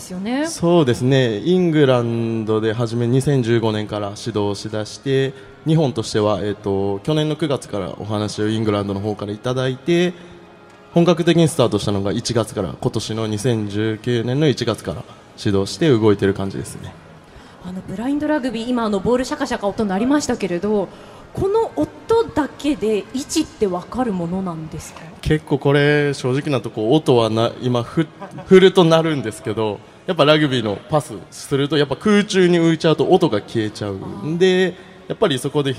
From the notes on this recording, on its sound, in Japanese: 東京・丸の内のマルキューブ 番組公開収録。